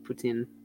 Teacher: It's just a little more emphasis on the tin part.